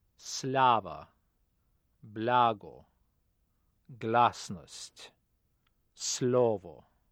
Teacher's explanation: Under no circumstances should this consonant L be softened or be made to sound British. · Term: hard consonant L